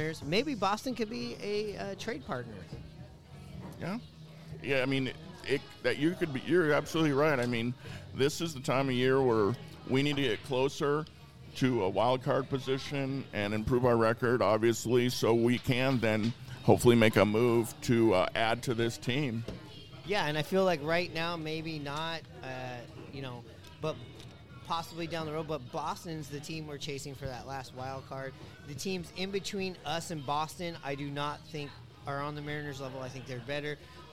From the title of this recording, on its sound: Live from the Sloop Tavern